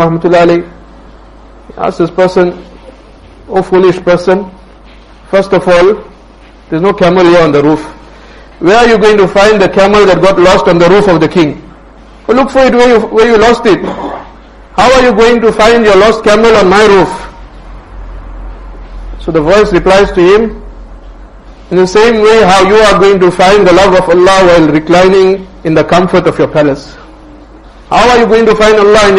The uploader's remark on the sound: Jumuah lecture at Rockford Musalla.